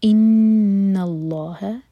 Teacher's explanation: نون پر غنہ اور لام جلالہ ہیوی، اس کے بعد ہا لائٹ.